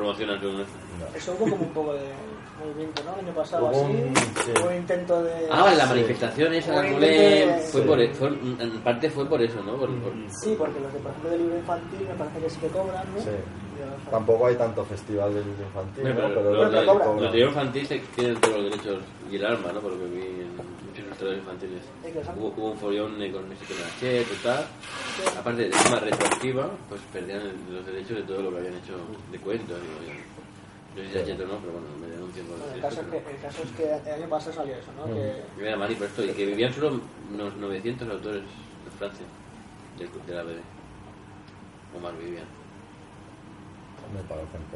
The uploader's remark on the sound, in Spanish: Charla de la III Buldog Con. Esta vez, el evento tuvo lugar en Atom Comics, en Madrid.